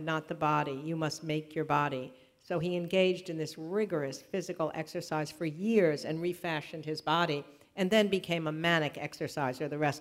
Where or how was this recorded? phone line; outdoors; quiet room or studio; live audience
live audience